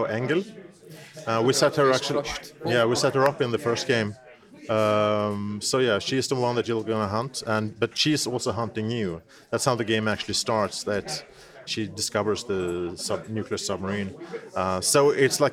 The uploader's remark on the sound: During EGX 2017 we got the chance to tag along